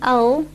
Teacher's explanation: Al, then you're just using the tip of your tongue and you're just touching the gums. Your tongue is just touching the gums behind your two front big teeth. It's not touching all of the gum, all the area that it's supposed to touch.